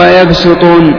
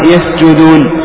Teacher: وأما السين فهي مهموسة منفتحة منسفلة رخوة